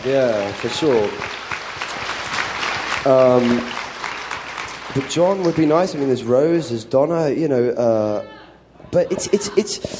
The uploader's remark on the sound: Recorded live in front of 800 Nerds at San Diego Comic-con.